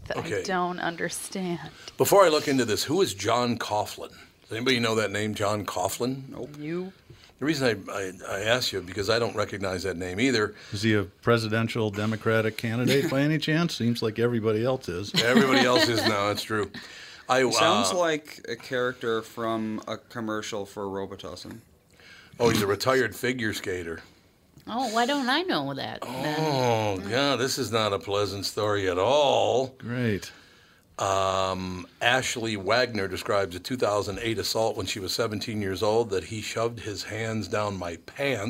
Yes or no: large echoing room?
no